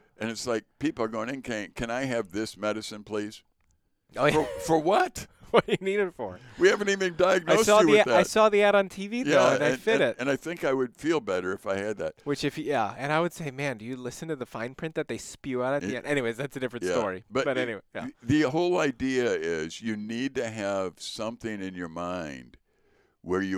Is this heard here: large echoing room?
no